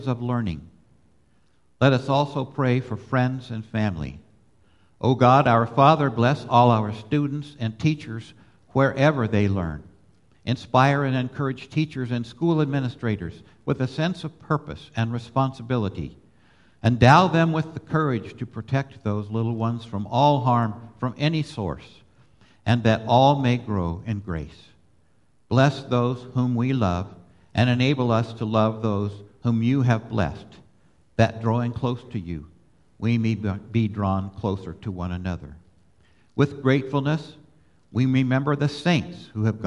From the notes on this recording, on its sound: Live Worship Service.